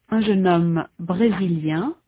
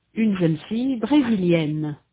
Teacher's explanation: In addition, the final vowel is different in the masculine and in the feminine. In the masculine, the vowel is nasal. In the feminine, it is not.